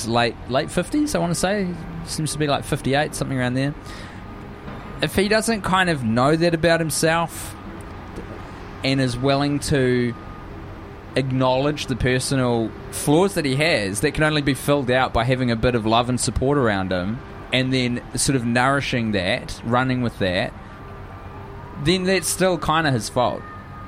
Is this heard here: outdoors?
yes